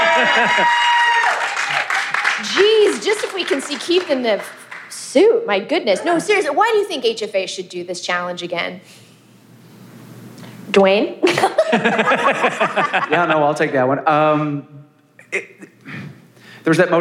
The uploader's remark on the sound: LIVE from HFA!